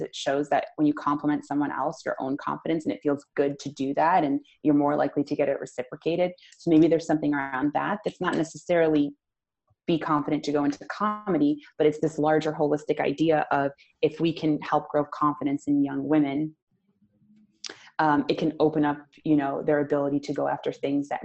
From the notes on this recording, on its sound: Recording from the Cause Marketing webinar.